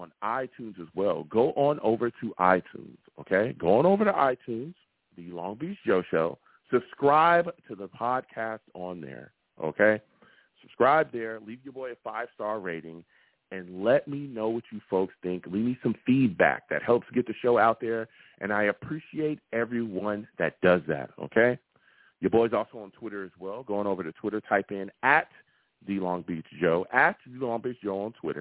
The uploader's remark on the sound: Tonight, live at 7pm eastern. I take live callers!